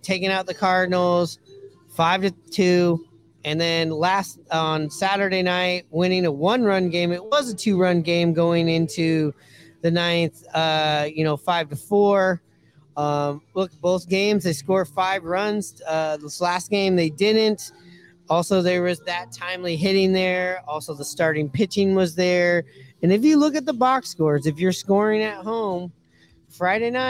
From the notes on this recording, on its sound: Live from Pioneer Tacos & Tequila!